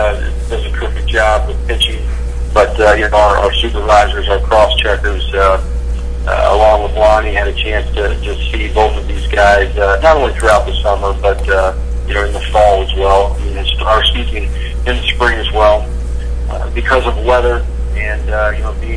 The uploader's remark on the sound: Audio is poor due to multiple people on the call and speakerphone recording.